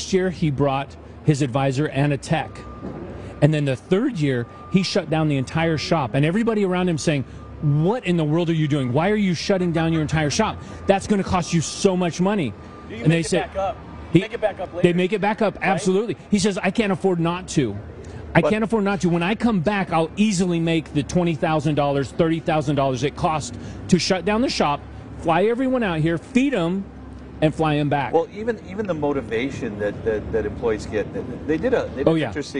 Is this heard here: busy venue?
yes